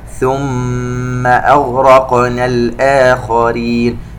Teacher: ميم مشددة غنة بمقدار حركتين، نقلق القاف أغرقنا.